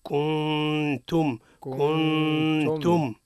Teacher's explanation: النون عند التاء حكمها الإخفاء مع الغنة · Term: إخفاء بغنة